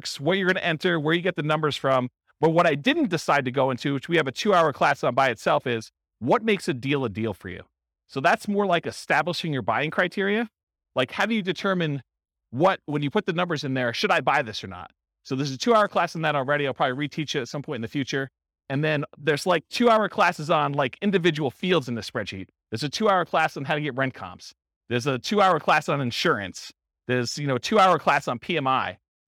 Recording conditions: live audience